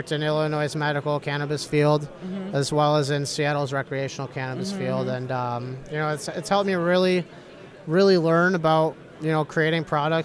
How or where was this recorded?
busy venue